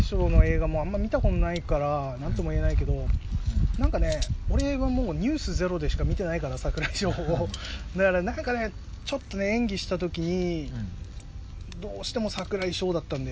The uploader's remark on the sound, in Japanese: 今回は念願のBBQをしながらの収録です！屋外で食べながら話しているので、雑音等々お聞き苦しいかとは思いますが、鳥の声、風の音などと一緒に、普段とは違った環境での話をお楽しみいただければと思います。